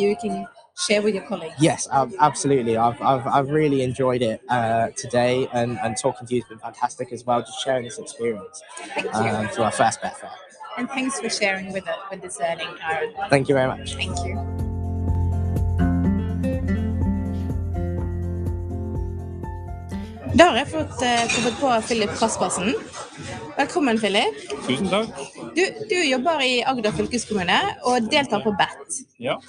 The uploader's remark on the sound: A glimpse of the world's largest tradeshow on education technology. Recorded at the tradeshow last year.